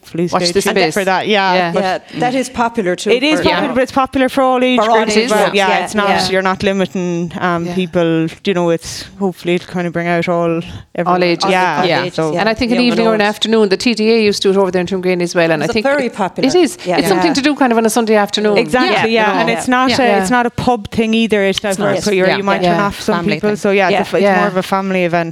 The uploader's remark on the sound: This Interview was originally broadcast as part of Saturday Chronicle, live from Whitegate GAA.